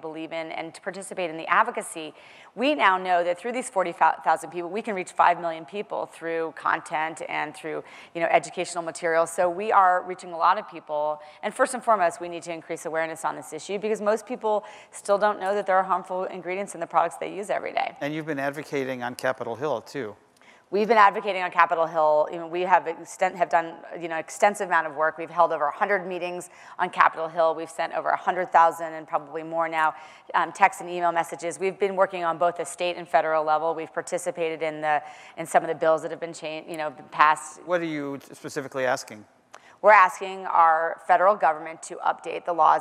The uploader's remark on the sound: The best of live interviews from GreenBiz events.